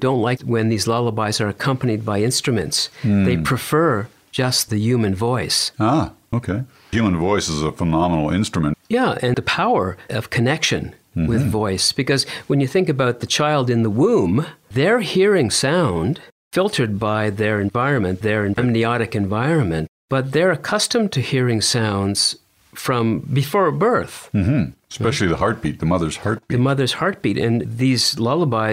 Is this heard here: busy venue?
no